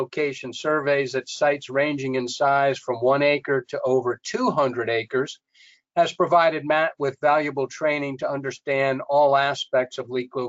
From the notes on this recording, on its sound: This is an audio version of the FGI webinar.